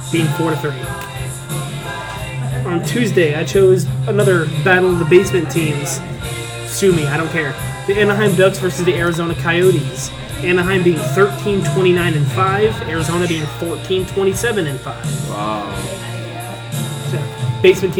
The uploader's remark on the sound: Live from Eduardo's! Live for the very first time out of studio, in public!